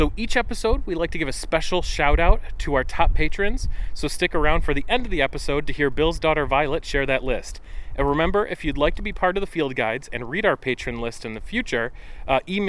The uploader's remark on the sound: This episode was recorded on January 8th, 2024 at Everglades National Park in Homestead, FL.